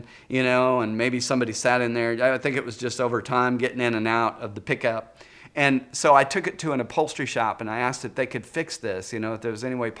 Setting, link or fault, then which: setting, large echoing room